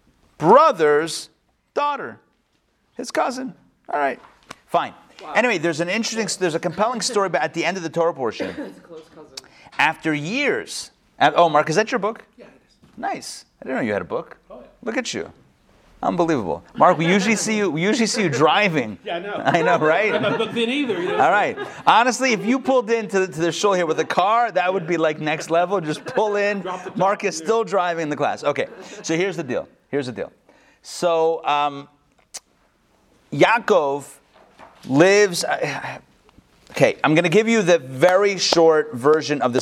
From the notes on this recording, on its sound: Recorded live at the Intown Jewish Academy.